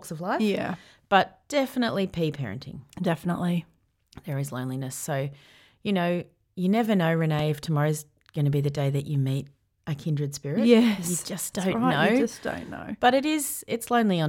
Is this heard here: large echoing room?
no